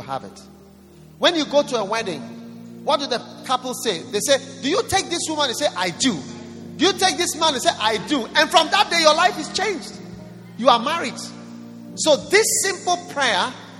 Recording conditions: large echoing room